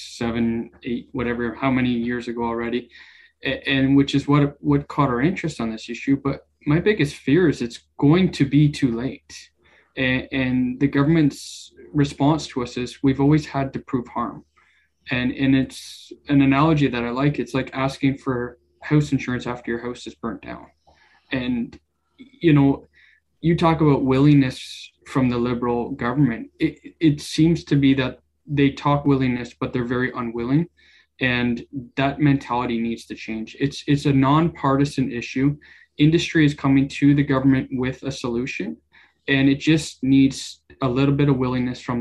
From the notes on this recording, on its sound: This edition of Produce Talks is a recording of our October webinar. Followed by a roundtable discussion with industry leaders.